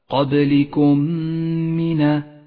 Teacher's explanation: جاءت الميم الساكنة وبعدها ميم متحركة تدغمان ببعضهما فتصيران ميما واحدة مشددة · Term: إدغام شفوي